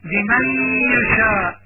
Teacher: إدغام النون الساكنة بغنة عند حرف الياء إدغاما ناقصا